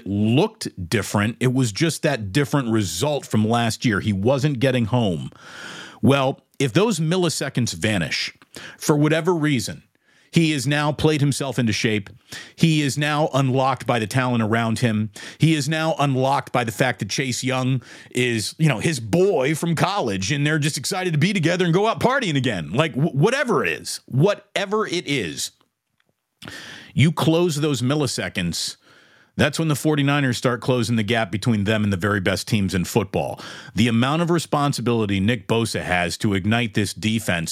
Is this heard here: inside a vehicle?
no